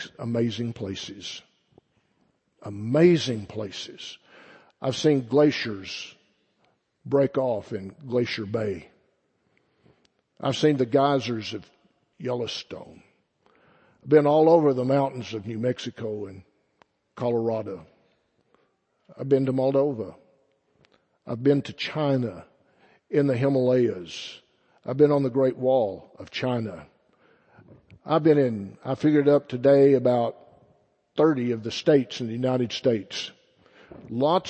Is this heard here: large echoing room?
yes